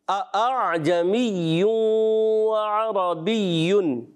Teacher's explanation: دوسرا غلط طریقہ، دونوں حمزہ کو تحقیق سے پڑھ دیا